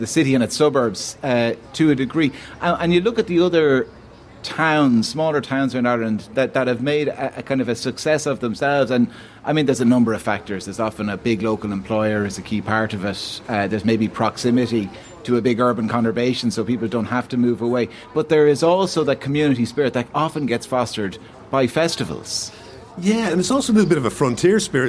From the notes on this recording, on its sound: As the Dalkey Book Festival approaches. LIVE at The Queens Bar in Dalkey.